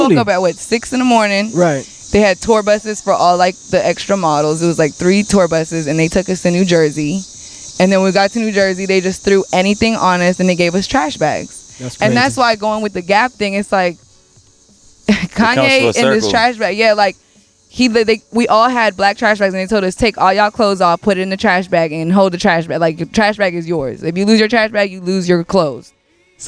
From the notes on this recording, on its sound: Today’s episode the guys are recording live from the block party in the hood!